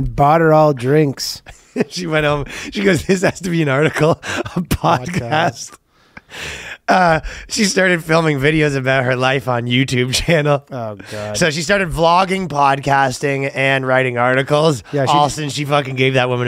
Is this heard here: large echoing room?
no